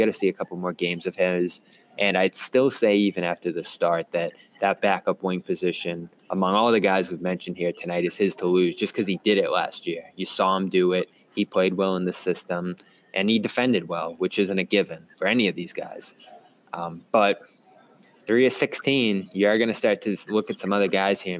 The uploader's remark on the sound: The Garden Report airs live after the Celtics' second preseason tilt vs the New York Knicks at Madison Square Garden! LIVE from MSG!